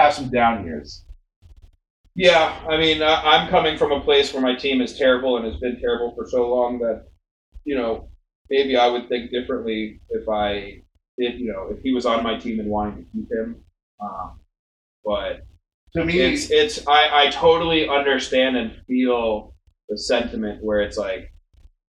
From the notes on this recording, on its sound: serious sound issues on this episode